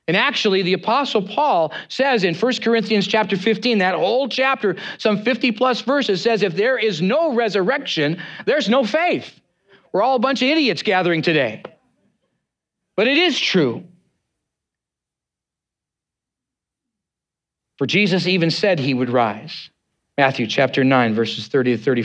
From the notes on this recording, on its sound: Preached on Easter Sunday, on 9th April 2023, at Neighborhoodchurch.